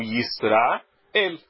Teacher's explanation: Mas a sílaba tônica da forma correta é no Aleph. É na última sílaba. · Term: oxítona